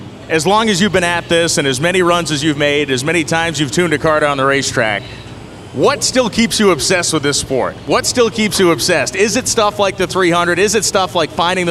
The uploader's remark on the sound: NHRA Insider LIVE. LIVE from Worldwide Technology Raceway in Madison, Illinois.